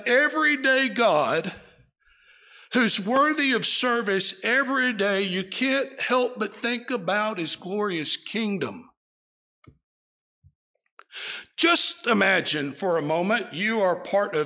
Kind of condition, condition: setting, large echoing room